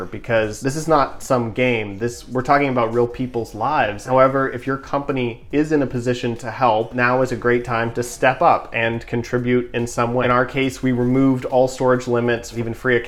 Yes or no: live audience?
no